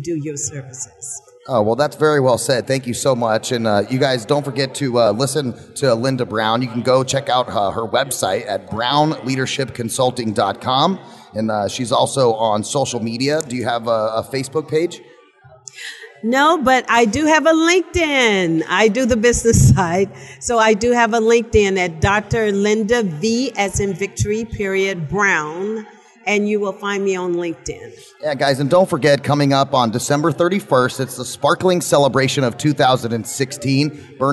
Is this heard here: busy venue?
yes